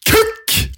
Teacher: det har en skarp konsonant fra bløtvev bak i munnen. En eh, middels leppeåpning, men eh, høyt lufttrykk.